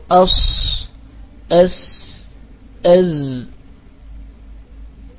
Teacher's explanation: والصاد والسين والزاي تخرج من مخرج واحد وهو طرف اللسان وفويق الثنايا السفلى، وذكر أنه تبقى فرجة صغيرة بين اللسان والثنايا العليا والسفلى، · Term: حروف الصفير